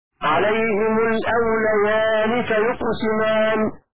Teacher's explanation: بسكون الواو وفتح اللام بعدها ياء مفتوحة بعدها ألف علامة رفع المثنى، مثنى أولى وكسر النون وصلا.